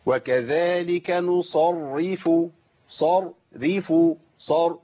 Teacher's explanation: كتير من الناس يفخم الراء الاولى